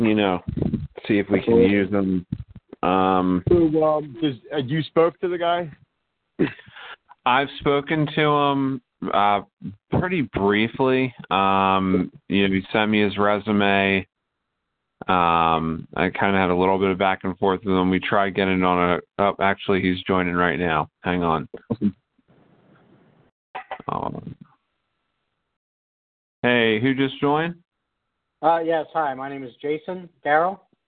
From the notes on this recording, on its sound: Core Team Conference call.